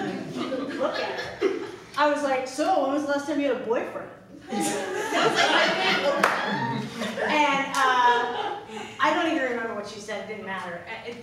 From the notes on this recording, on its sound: Performed live at Comedy Central Stage.